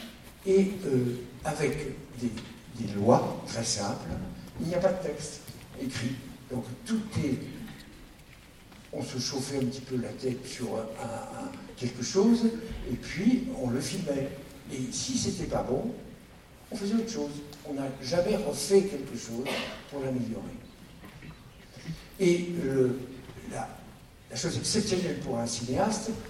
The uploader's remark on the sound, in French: Radio2B s'est déplacée au 28ème festival des premiers films d'Angers, retrouvez notre équipe de reporters sur place